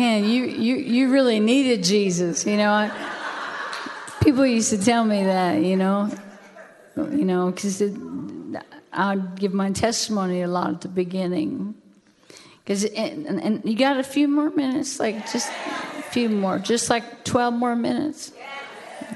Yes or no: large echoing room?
yes